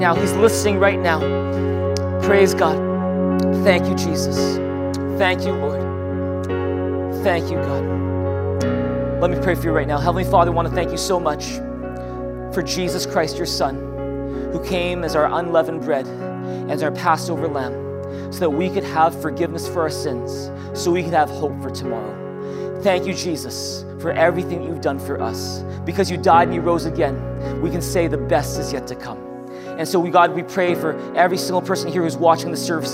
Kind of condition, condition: setting, large echoing room